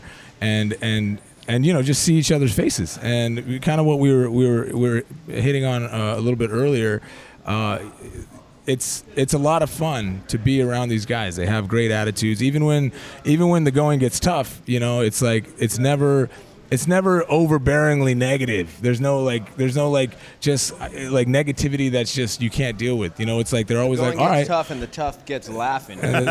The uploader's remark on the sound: Left the studio and went on location for the Rock 30 Thanksgiving weekend special to Wise Guys in Round Rock, TX. Left the studio and went on location for the Rock 30 Thanksgiving weekend special to Wise Guys in Round Rock, TX.